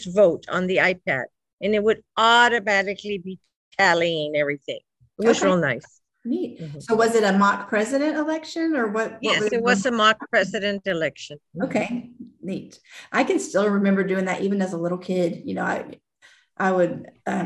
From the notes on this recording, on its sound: This podcast is a recording from a Zoom event held with high school librarian.